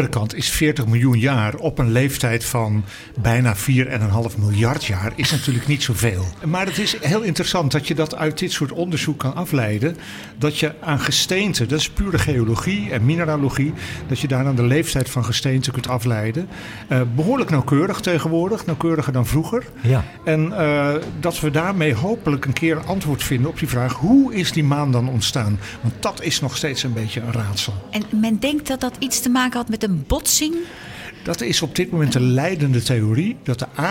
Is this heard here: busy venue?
yes